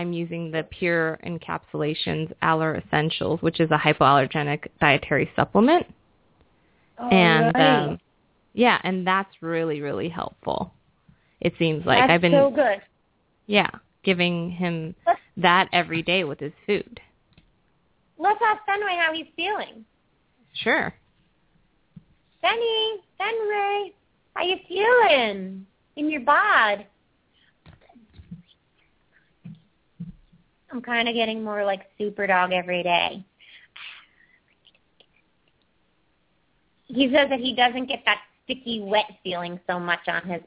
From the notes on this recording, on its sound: Open up the lines for listeners to call.